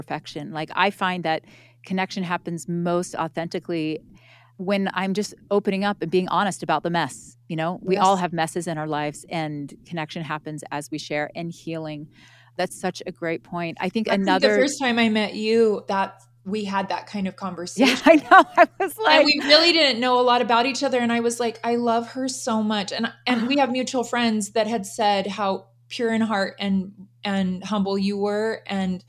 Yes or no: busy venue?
no